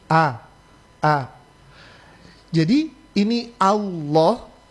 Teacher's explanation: huruf alif tidak dibaca dengan cara menaikkan pangkal lidah